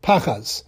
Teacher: The accent on the word is at the beginning of the word pachaz